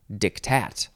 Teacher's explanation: you emphasize the second syllable, so it's diktat.